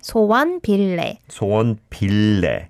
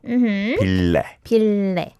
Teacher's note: That 리을 sound is from the 받침, the bottom consonant, through to the next syllable sound as well. · Term: continuous sound of 리을